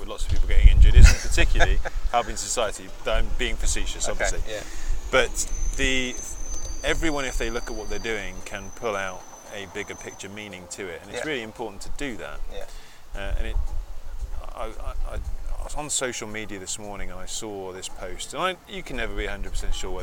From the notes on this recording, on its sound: As we reach the fag-end of the British summer we managed to grab a face to face drink outside a cidery (hence the periodic burst of wind across the microphones) on the outskirts of Cheltenham.